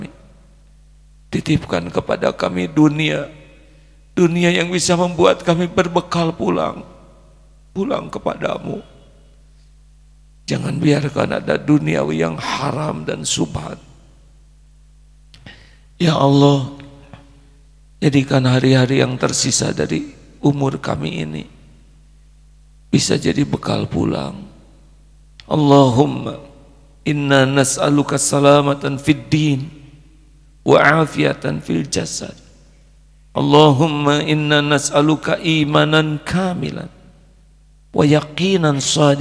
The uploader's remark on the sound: live dari Masjid Daarut Tauhid Bandung